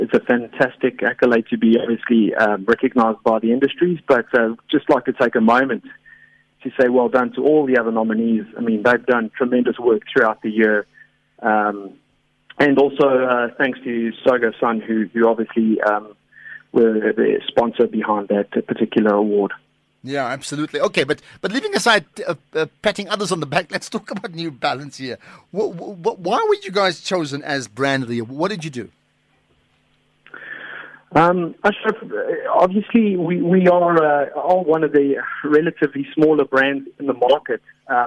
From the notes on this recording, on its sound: GUEST (Phone).